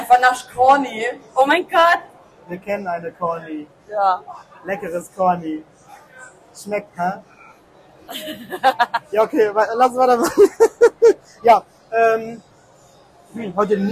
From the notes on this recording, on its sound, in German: LIVE auf der Gamescom 2023! Am Stand der Controller Bandits in Halle 10.2.